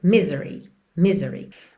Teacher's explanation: Normalmente, misery tem a sílaba tônica na primeira sílaba, mas aqui, como a gente tem um alongamento da nota final, a gente acaba tendo misery, misery, ok?